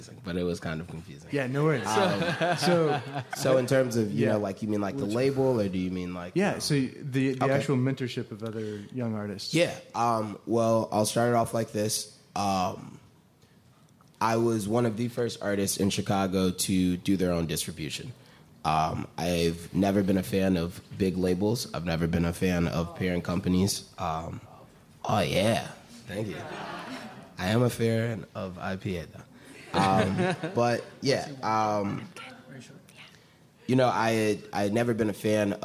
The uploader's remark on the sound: The most applause-laden interview in the show’s history on location. This live audience episode is powered by Peerspace.